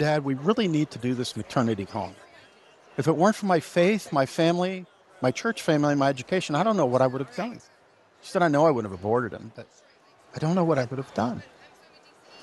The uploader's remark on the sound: live at the 2023 LWML National Convention